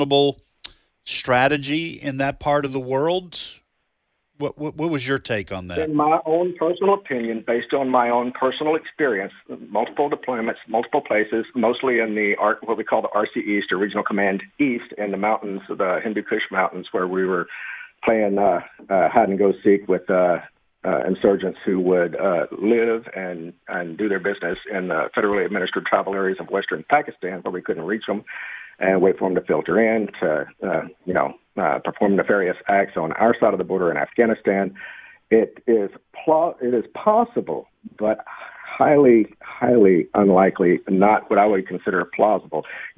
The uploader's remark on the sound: Take Phone Calls From Military Listeners